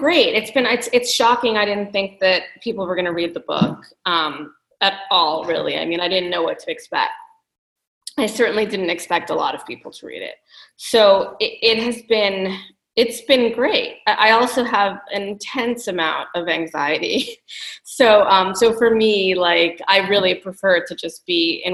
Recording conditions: video call